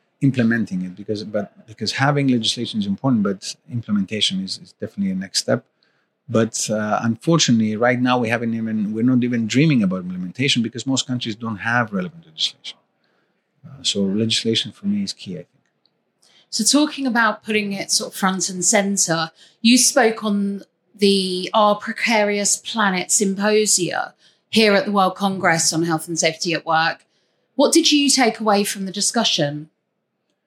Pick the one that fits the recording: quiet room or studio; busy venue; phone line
busy venue